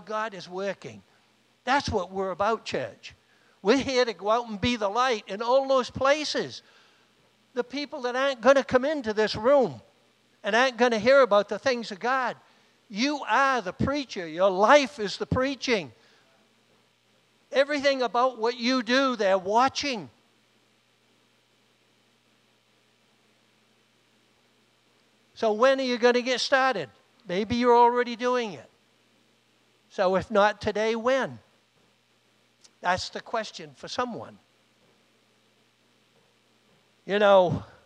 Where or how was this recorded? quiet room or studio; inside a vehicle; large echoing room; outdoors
large echoing room